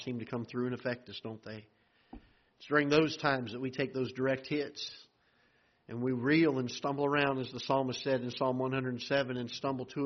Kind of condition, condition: setting, large echoing room